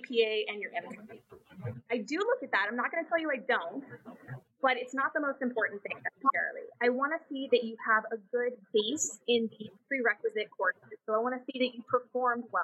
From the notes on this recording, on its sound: Unfortunately, we ran into some audio issues with this episode that we were unable to resolve. Please excuse the audio quality for this episode as a result.